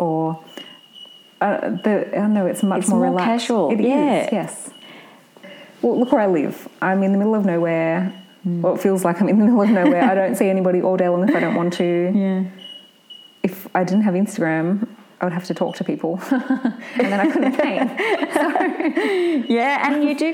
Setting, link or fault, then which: fault, sounds in the background